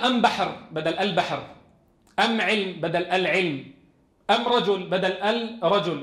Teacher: الطمطمانية، قلب لام التعريف ميما، كما كانت تفعل بعض قبائل تهامة وإلى يومهم هذا ينطقون هكذا، يعني هذه طريقة النطق ما زالت إلى اليوم.